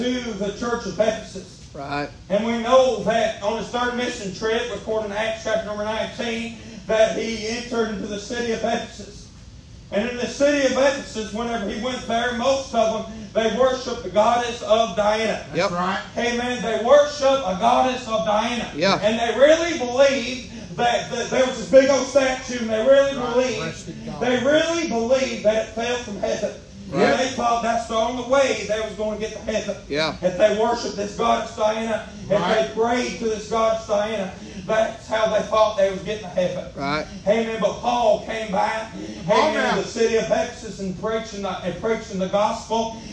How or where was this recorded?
large echoing room